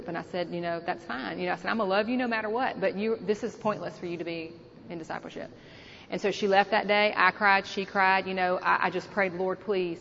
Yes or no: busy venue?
yes